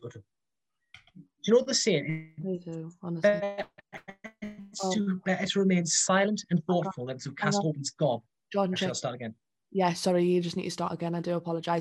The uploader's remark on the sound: take to Zoom once again